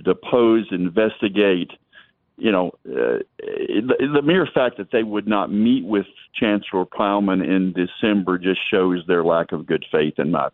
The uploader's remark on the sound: We finish up this Tuesday show with an hour of your phone calls